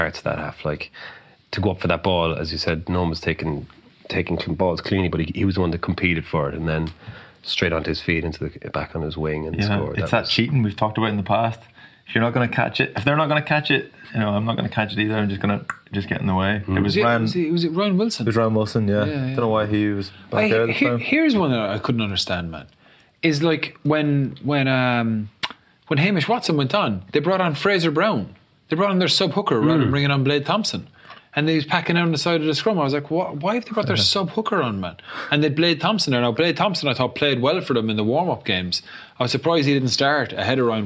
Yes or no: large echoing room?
no